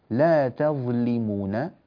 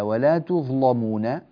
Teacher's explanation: ولا تظلمون، نعم جاءت هنا لام وجاءت مفتوحة، جاء قبلها ظاء وجاءت الظاء ساكنة، فهذه اللام لم تفقد أي شرط من شروط التغليظ فغلظناها · Shown in: second take · Term: اللام هنا مغلظة